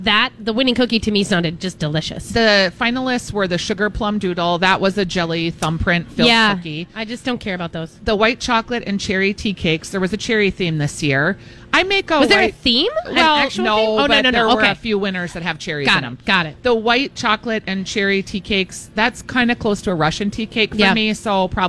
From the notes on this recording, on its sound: Live Broadcasting at EL Burrito!